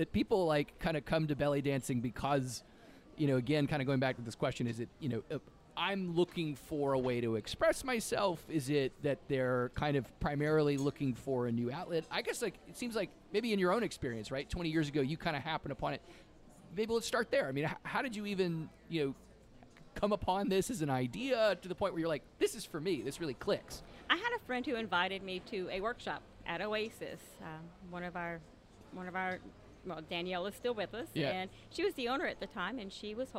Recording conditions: busy venue